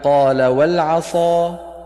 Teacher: وحرف الاستعلاء فخم واخصصا، لطباق أقوى نحو قال والعصا